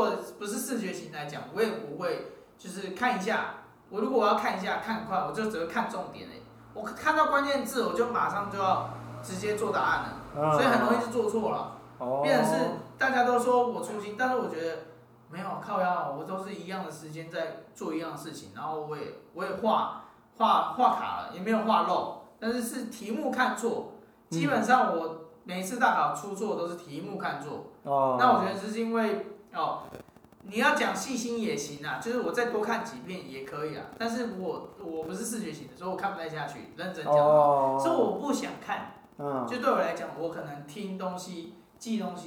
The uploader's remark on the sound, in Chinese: 錄音地點｜ 藍色咖啡館 108台北市萬華區大理街131號。